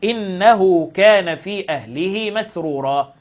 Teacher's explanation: فتوصل الهاء المضمومة بواو مدية والهاء المكسورة بياء مدية · Term: مد الصلة الصغرى